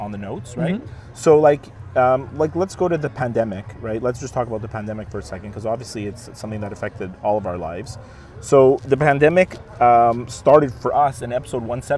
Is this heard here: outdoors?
yes